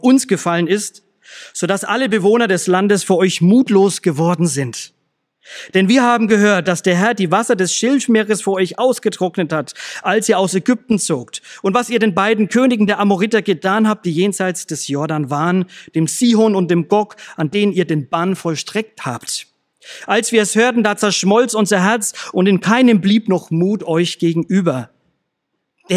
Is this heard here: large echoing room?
yes